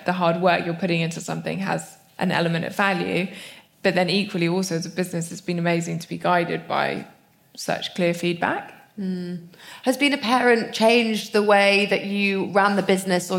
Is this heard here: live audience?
yes